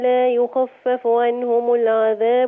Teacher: الفاء الاولى بتجيبها مفخمه شويه